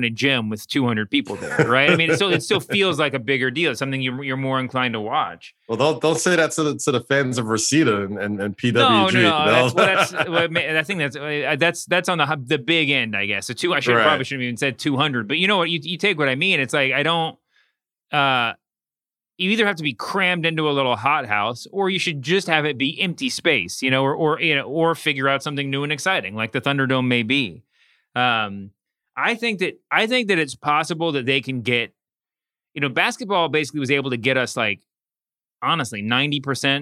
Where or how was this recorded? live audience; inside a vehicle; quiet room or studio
quiet room or studio